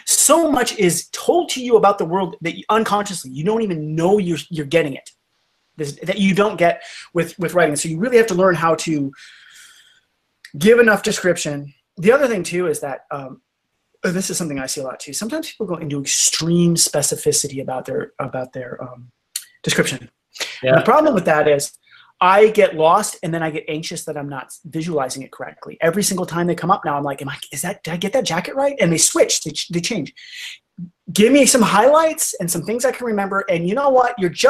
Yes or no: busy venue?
no